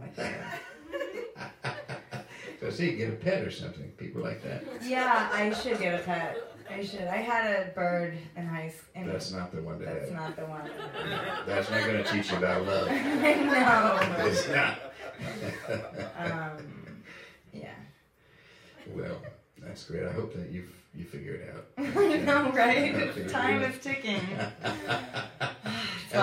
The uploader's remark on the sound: Season Finale live event, recorded at Film Biz Recycling in Brooklyn.